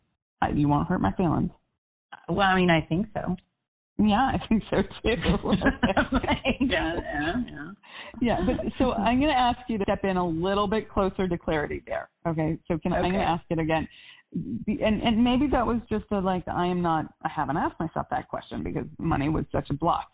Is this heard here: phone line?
yes